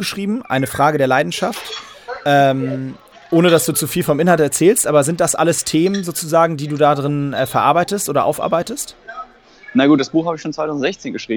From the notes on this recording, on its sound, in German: Für die Podcast-Aufnahme ausgerechnet am Flughafen auf dem Weg nach Taiwan.